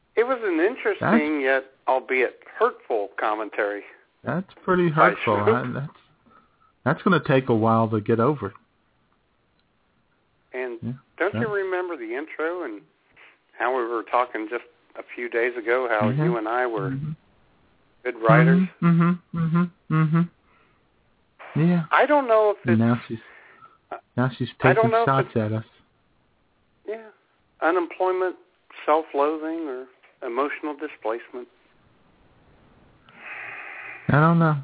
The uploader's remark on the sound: take your phone calls